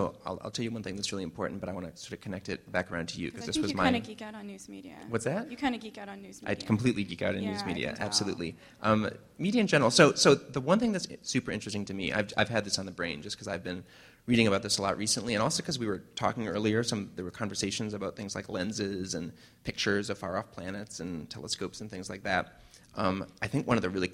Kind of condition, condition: setting, busy venue